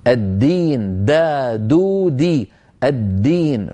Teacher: فنبين الدالة من كلمة الدين مجهورة وليس مهموسة